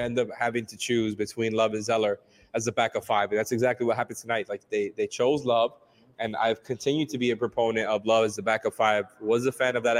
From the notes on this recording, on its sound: Record live after our watch party at Tropical Distillers in Miami.